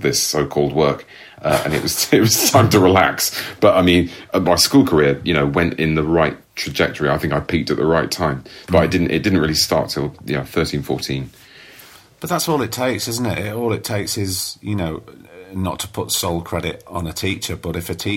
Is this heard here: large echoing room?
no